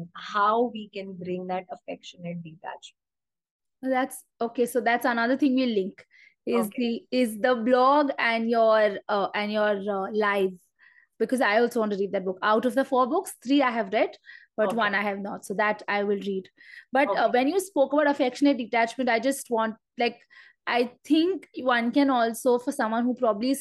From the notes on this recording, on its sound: Instagram Live